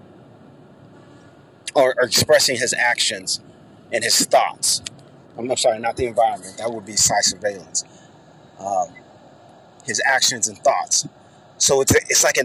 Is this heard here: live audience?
no